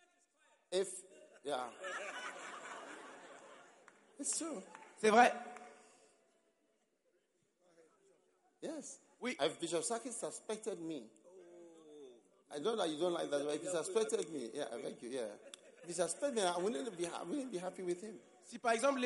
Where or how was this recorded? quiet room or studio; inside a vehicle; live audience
live audience